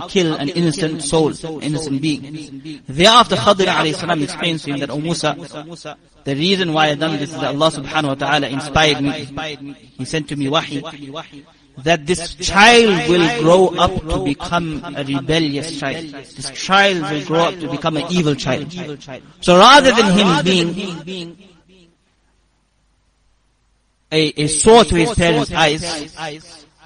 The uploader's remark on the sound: Jumuah lecture